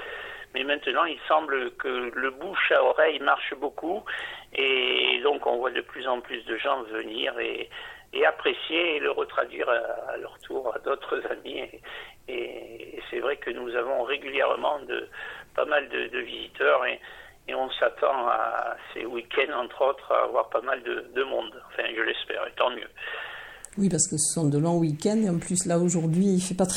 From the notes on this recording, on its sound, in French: Interview téléphonique